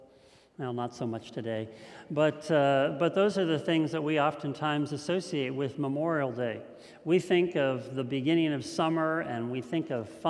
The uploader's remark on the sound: This message was first preached on May 30th 2021 at Linglestown Life Church in Harrisburg PA.